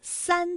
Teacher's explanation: 答案就是三字，它有前鼻韵母安 · Term: 前鼻音